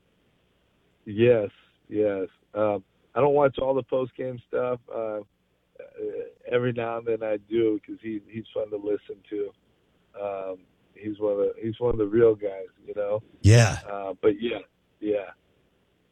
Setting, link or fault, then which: link, phone line